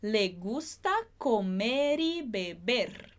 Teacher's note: como a gente tem esse I depois, esse som de vogal depois, a gente conecta e não faz esse som tão forte, esse som tão vibrado do R